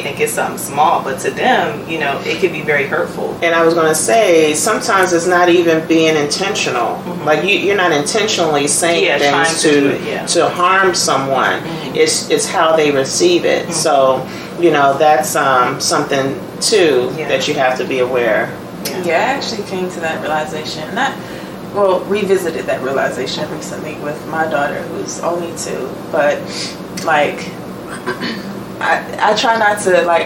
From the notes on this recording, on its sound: Sorry for audio quality.